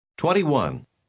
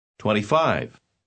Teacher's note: en los números de 20 a 30, el sonido T en la palabra 20 casi desaparece